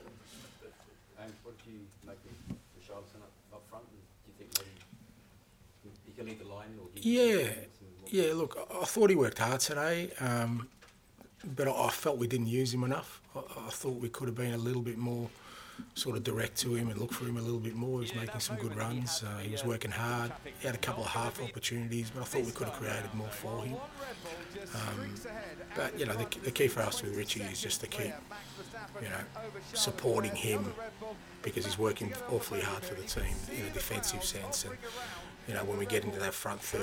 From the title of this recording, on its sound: PRESS CONFERENCE